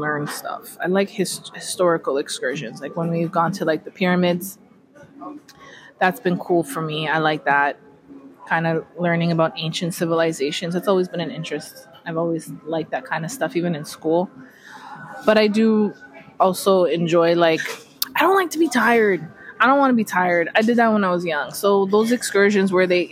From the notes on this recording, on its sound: brought their mics to the beach, this time in sunny Jamaica and recorded a series of episodes